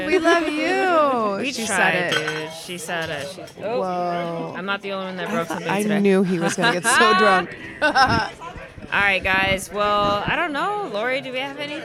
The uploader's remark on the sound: Live at their homebrew club brew day with the Socal Cerveceros! We chat with a few attendees as we brew an American Light Lager.